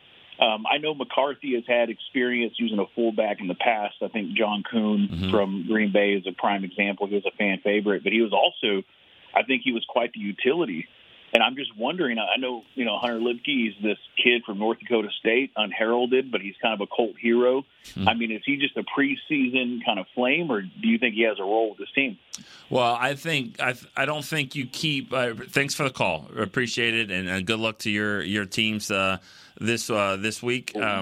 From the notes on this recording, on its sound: Friday’s show was heavy on the phone calls